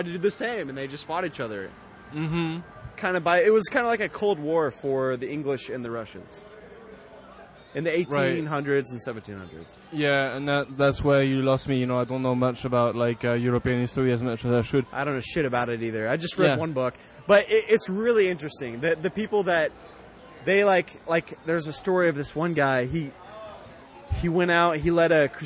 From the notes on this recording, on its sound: Uncle Billy's Brewery. We had a great time, very laid back atmosphere recording on the patio. On the last half hour of the show our french vagabond friend wandered through our recording and joined us to close out the show.